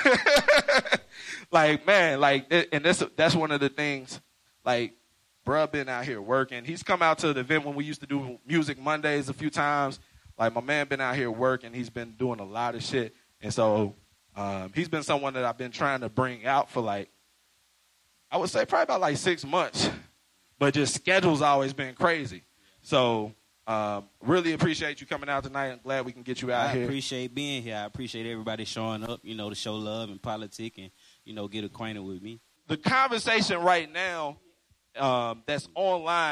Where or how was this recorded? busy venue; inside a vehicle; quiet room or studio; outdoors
busy venue